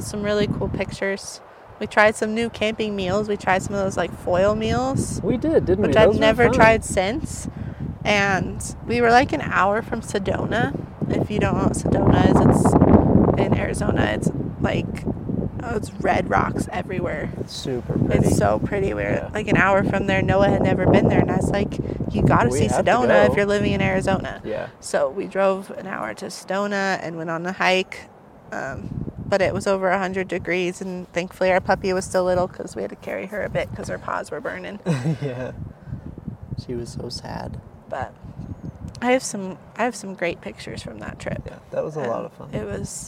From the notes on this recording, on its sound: This episode is recorded in another new place because we're camping!